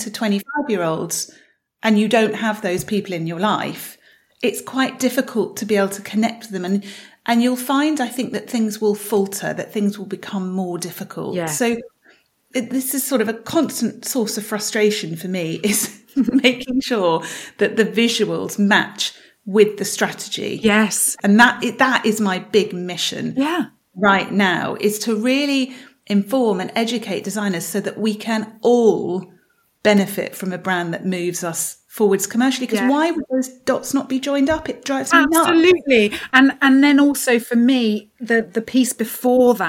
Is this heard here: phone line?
no